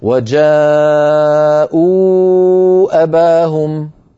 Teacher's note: إن كنت أمد المنفصل أربع حركات ووصلت إلى وجاءوا أباهم أمدها أربع حركات وأهمل البدل، أقول وجاءوا أباهم، ولو سئلت ما هذا المد أقول منفصل والبدل أهمل.